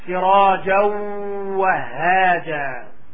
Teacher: ولاحظوا ضم الشفتين عند الواو · your lips come together when you are holding and stressing the letter, the waw, that your lips come together when you are holding it. · Term: idgham